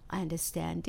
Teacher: その it の T も破裂音で「t」ってなるのであんまりあの音としては残らないんですよね